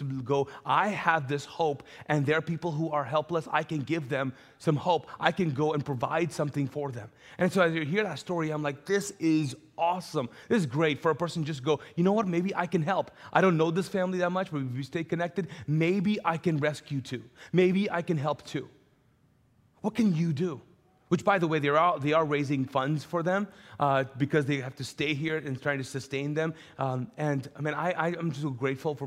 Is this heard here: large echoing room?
yes